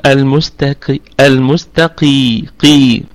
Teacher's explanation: فقط القاف هنعطيها صفة التفخيم لكن هي في أقل درجة، عشان كمان ما حدش يقولها كاف المستكيم، لا هذا خطأ، هذا خطأ.